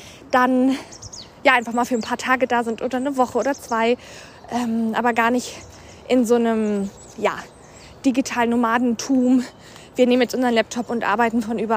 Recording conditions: outdoors